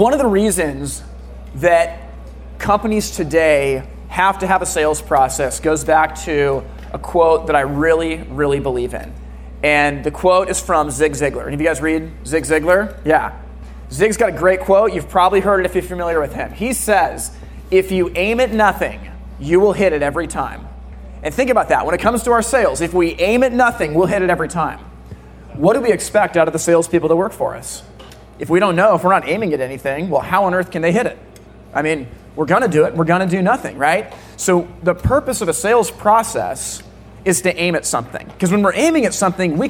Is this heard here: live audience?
yes